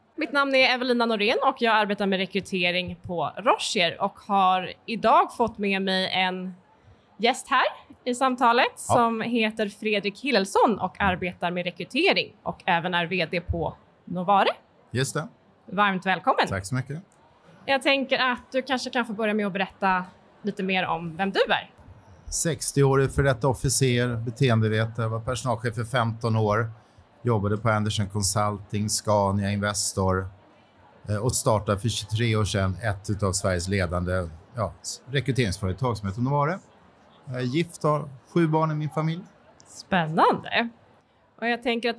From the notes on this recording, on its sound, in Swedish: Under säsongens första mässa i Stockholm tidigare i år så anordnades en "A cup of"-livepodd i tre delar